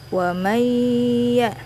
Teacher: Nun sukun bertemu ya Nunnya tidak dibaca tapi langsung dimasukkan ke huruf ya · Term: idgham